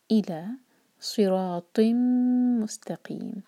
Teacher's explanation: تو کا ہیوی پڑھنا ہے، لائٹ نہ ہو، تی نہیں ہوگا، تی.